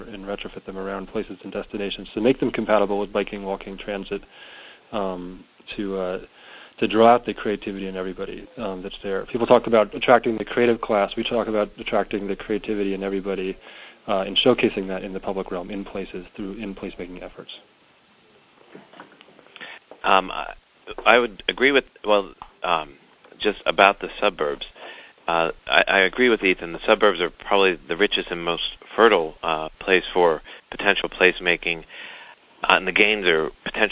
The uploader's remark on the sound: Call recorded on February 10, 2011.